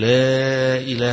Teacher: يبقى: ولا تدع مع الله إلها آخر، وتقف لا إله إلا هو سبحانه تبارك وتعالى، تقرير أنه الإله الواحد، وفيها يجوز المد الطويل لمن يمد مدا طويلا، والمد المتوسط، ويجوز القصر، وإن كان أصحاب القصر كقالون وحفص وأبي عمرو وغيرهم يجوزون في ذلك المد ويسمونه بمد التعظيم، مد التعظيم في كلمة لا إله إلا الله، في كلمة فيمد فيها توسطا يقول لا إله، حتى لو كان يقصر في غيرها، ويسمي هذا المد بالتعظيم لله سبحانه وتبارك وتعالى.